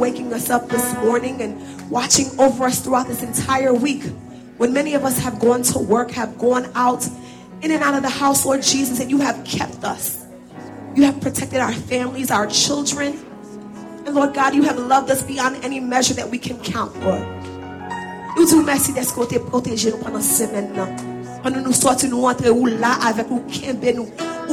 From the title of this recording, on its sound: Sunday Service Live